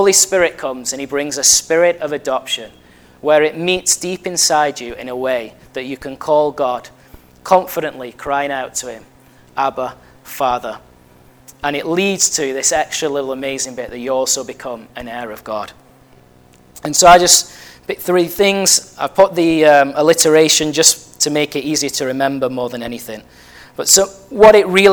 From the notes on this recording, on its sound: at Family Church Westhoughton